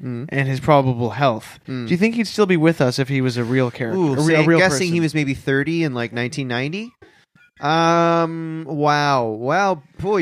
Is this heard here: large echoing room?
no